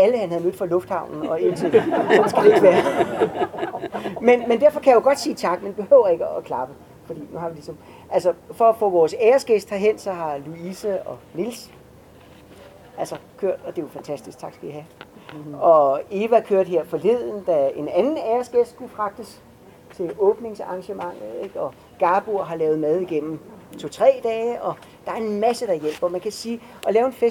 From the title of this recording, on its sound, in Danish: Festivalafslutning på Christianshavn 2020